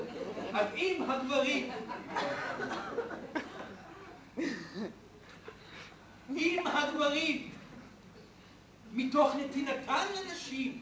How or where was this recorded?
live audience